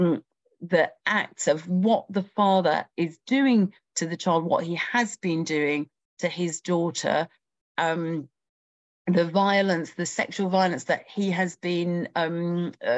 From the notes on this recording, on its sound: A live webinar